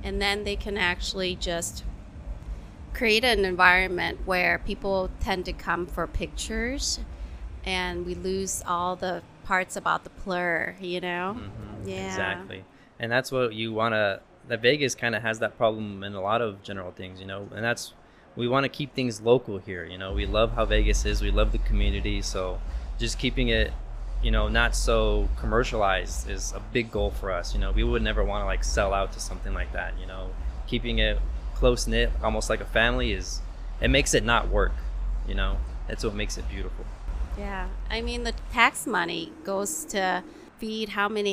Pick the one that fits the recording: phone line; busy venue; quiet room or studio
busy venue